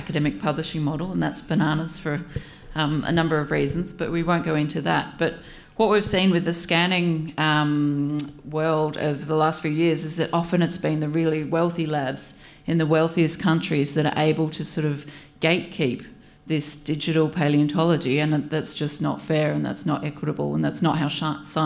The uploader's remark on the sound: In another episode recorded live during the Palaeo Jam National Science Week tour.